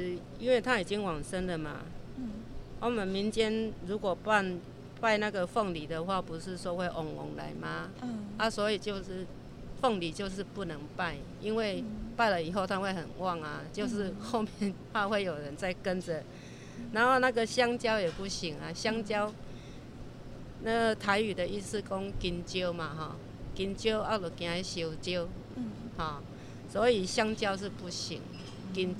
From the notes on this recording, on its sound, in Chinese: 我們到了殯葬管理處現場，聽著阿姨分享在行業中遇到的點點滴滴，一旁不時有救護車及棺木經過